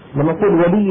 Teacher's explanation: الواو هذه المفتوحة لا نخرج معها غنة